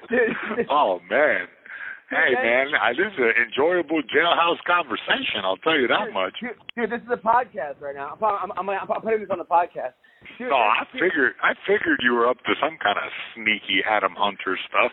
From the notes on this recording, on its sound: conducts a conference call between two MMA Legends